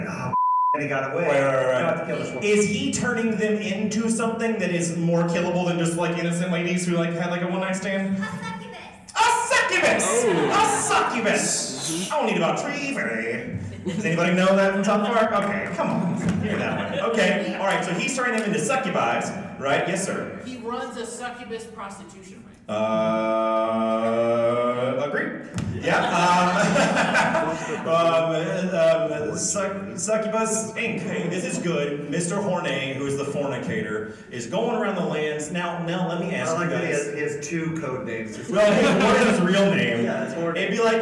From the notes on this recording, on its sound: Above is the very first live show the KLC Press crew ever performed, at C2E2 2020. With help from the live audience.